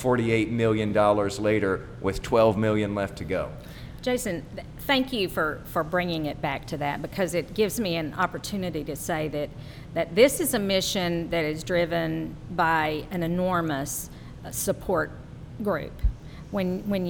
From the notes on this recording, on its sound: Recorded live at The Texas Ale Project in Dallas.